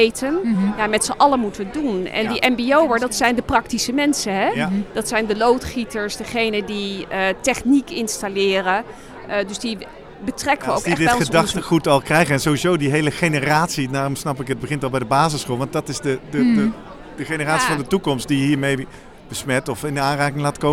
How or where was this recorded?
busy venue